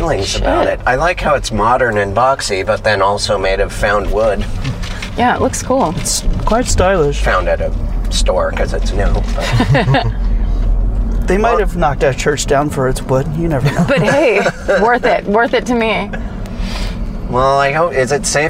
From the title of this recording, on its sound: In the Car